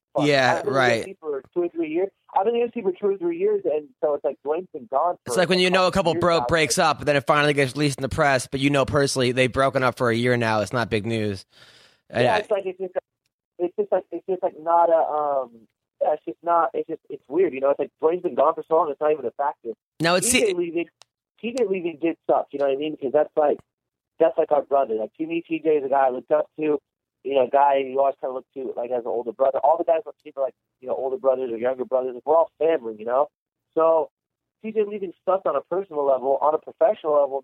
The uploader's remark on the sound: There's also a wrong number phone call to New Jersey and its gets weird.